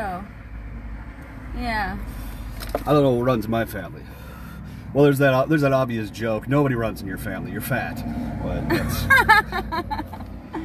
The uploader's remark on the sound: lots of background traffic as we have a chat in my car.